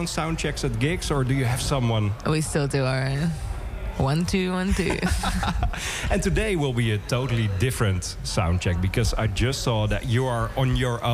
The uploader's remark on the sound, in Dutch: KINK IN TOUCH kwam op maandag 6 juni vanaf Primavera Sound in Barcelona. KINK IN TOUCH VANAF PRIMAVERA SOUND BARCELONA. Het festival vierde de twintigste editie.